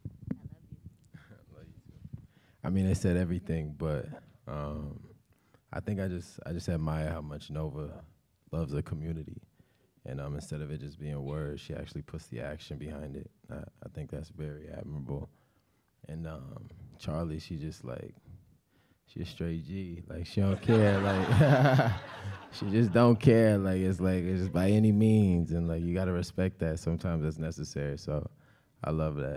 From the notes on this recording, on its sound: live from the ATX Festival!